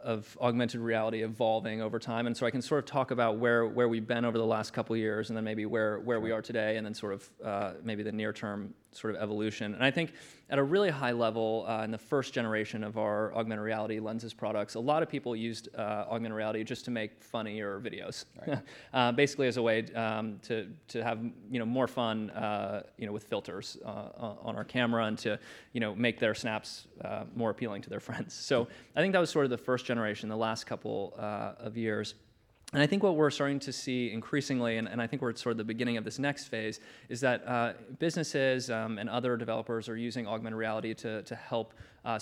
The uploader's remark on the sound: This episode was recorded at the 2019 Goldman Sachs Research Communcacopia Conference.